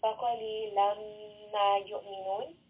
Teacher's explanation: I am merging this noon second into the meem sound. So again, this is because one of the rules of tanween second is being applied here.